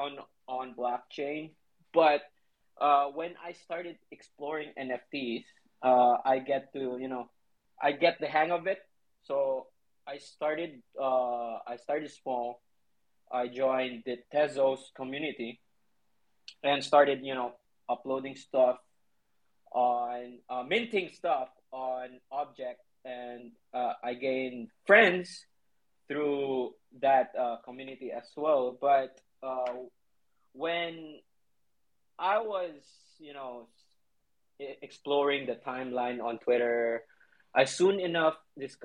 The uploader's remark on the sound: This podcast was recorded live from a DAPS COLLECTIVE Twitter space.